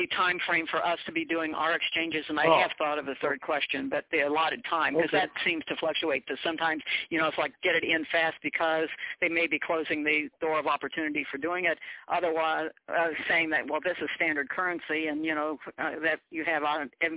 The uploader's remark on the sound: TNTSuperfantastic Conference Call